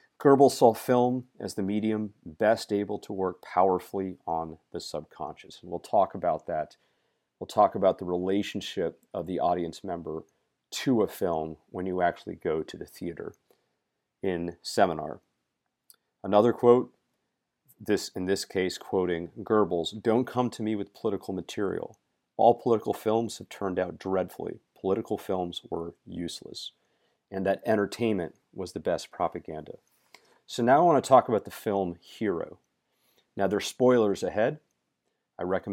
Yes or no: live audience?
no